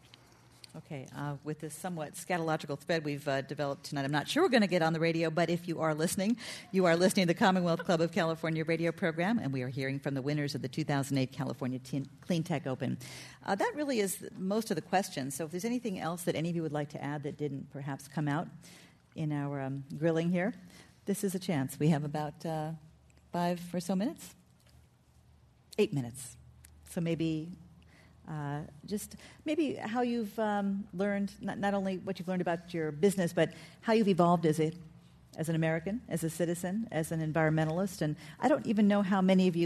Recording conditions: live audience